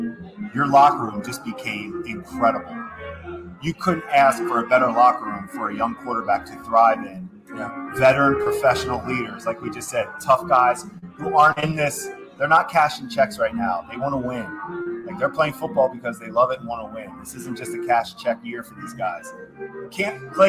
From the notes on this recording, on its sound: We come at you live from Fattey Beer in the village of Hamburg, NY, with some jazz music in the background.